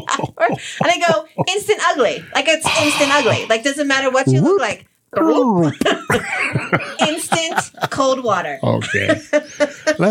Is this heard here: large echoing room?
no